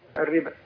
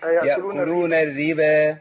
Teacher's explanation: كل الربا في القرآن بترقيق الراء